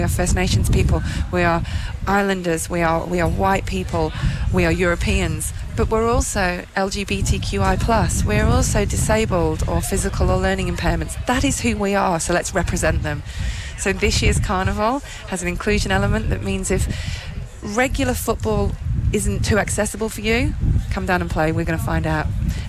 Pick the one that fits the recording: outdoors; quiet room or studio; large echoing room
outdoors